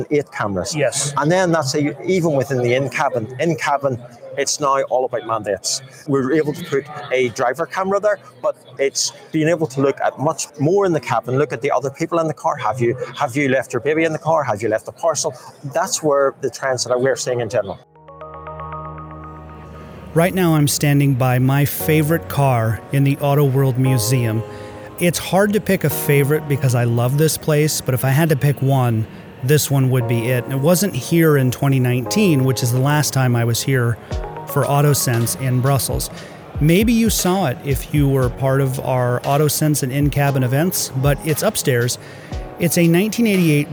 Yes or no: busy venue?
yes